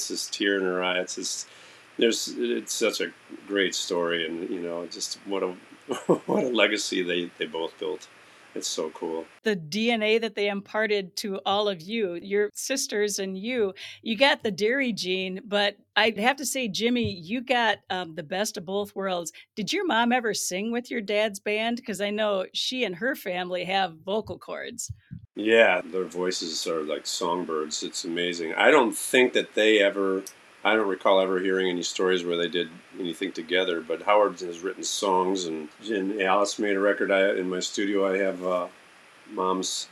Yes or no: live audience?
no